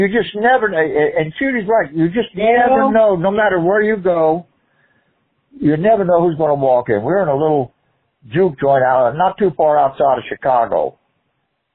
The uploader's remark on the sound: call